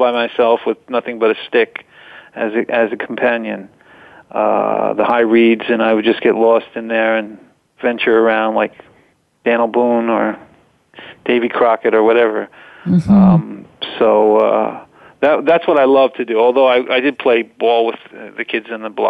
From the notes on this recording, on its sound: We'll be opening up the phones lines today to take your calls